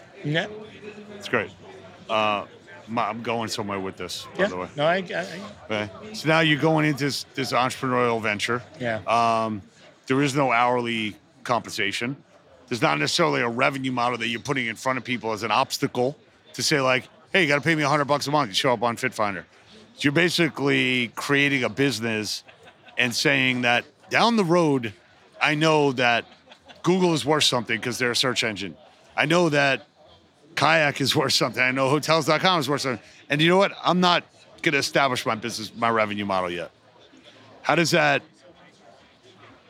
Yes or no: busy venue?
yes